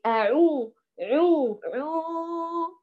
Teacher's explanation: لو أنت قلت أعو عو عو بهذا الصوت الغنى الذي من الخيشوم، تلقائيا ستجد الواو المدية بعدها خرجت مخنخنة